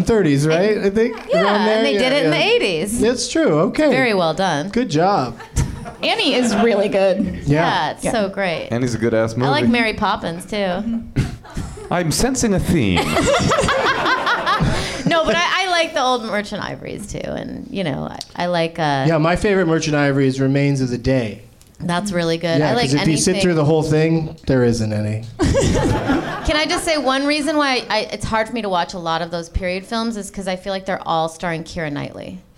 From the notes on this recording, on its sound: Live from the NerdMelt Showroom in LA